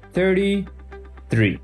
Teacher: El número 30 y el número 3 también pueden ser pronunciados mostrando un poco la lengua. Así que ya sabes que no decimos ni 30, ni seri, ni tri, ni sri.